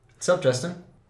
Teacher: So we might reduce that what's up to sup.